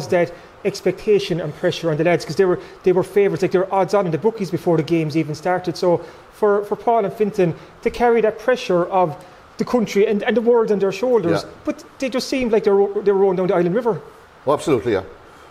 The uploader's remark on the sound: Live from Skibbereen Rowing Club!